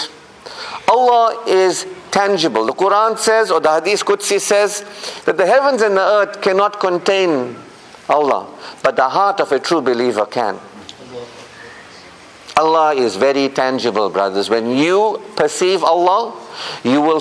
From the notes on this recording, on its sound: Jumu'ah Lecture 48 - Ottery Mosque.